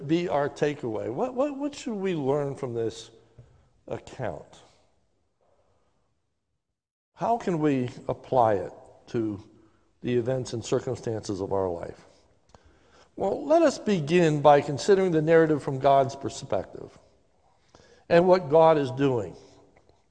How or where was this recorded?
large echoing room